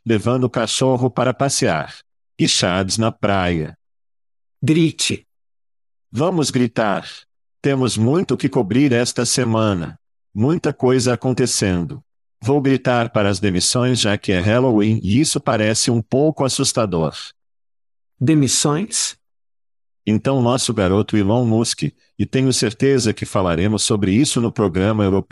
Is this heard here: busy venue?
no